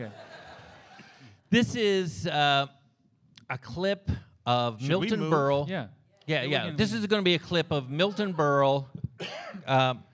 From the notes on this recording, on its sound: Recorded Live at Dynasty Typewriter at the Hayworth in Los Angeles. For a special live episode of The History of Standup.